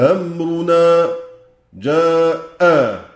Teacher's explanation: ورش وقنبل ده في المفتوحة هيسهلوا الهمزة الثانية. جاء أمرنا، جاء بنحقق الأولى ونسهل الثانية